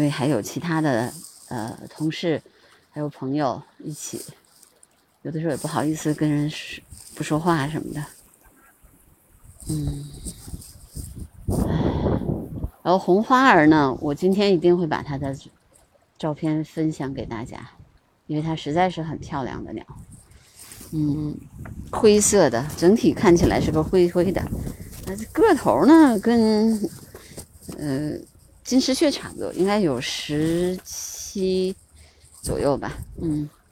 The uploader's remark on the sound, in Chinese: 我们在房山拒马河拍摄红翅旋壁雀的现场录音。群鸟齐聚拒马河。